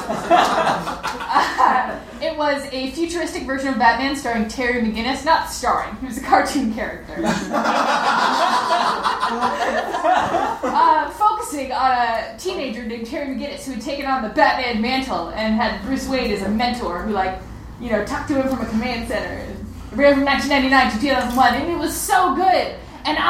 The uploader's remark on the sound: At the end of last month we hosted our first ever live remote show at Challengers Comics, 1845 N. Western Ave in Chicago. We had to cut a few things due to some shaky audio (though mostly this episode's up to our regular quality).